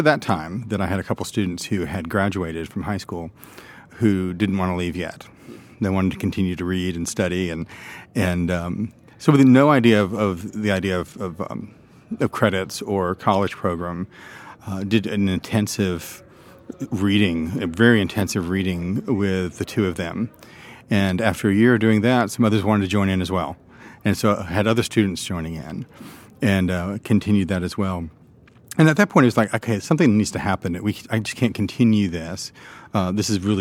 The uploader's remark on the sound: This conversation was recorded at CiRCE Institute National Conference in Charleston.